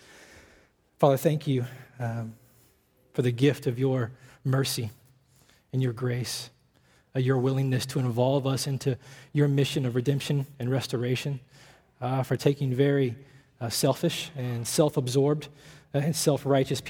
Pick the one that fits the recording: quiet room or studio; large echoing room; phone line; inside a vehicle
large echoing room